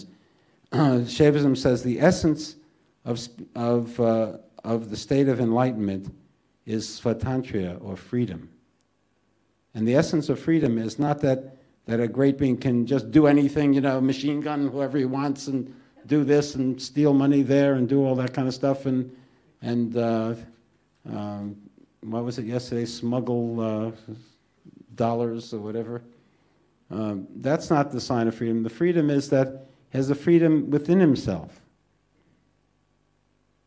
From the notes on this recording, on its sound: This podcast was recorded live at The Ashram in Mount Eliza.